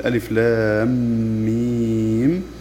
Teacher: سمي هذا المد بالمثقل لأننا نقول ألف لام ميم، فوقعت ميم متحركة قبلها ميم ساكنة، إذن هو مد لازم حرفي ومعه إدغام شفوي، فيصير مد لازم حرفي مثقل.